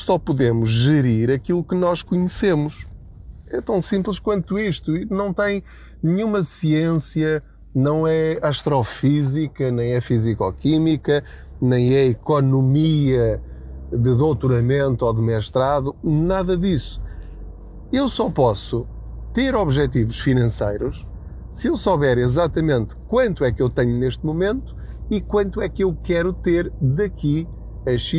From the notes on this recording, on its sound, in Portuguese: Não ligue aos barulhos da viagem.